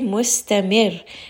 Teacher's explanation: But when we stop here, we say mustamir. Now that second ra, we have completely dropped